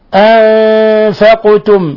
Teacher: القاف قلقلناها لسكونها لأنها من حروف قطب جد